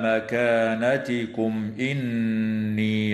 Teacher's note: وتظهر الميم الساكنة عند الهمزة في قوله تعالى مكانتكم إني، ويسمى إظهارا شفويا